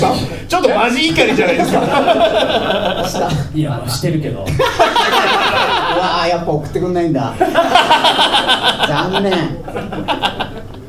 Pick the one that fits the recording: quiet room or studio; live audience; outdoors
live audience